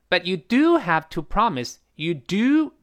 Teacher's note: 这个 do 一般音调都特别高，而且它一定比后面的动词读得更重 · Term: 强调肯定式